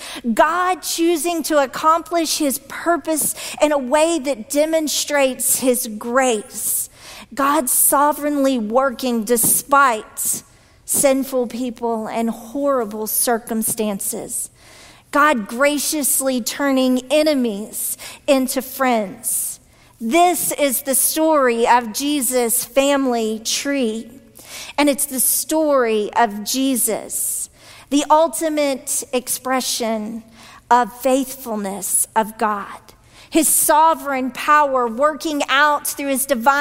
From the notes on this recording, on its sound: this week's sermon from our traditional worship service